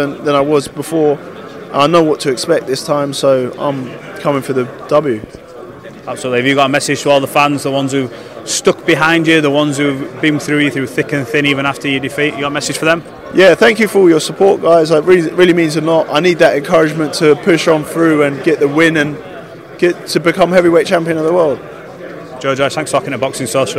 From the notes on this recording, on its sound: at the final press conference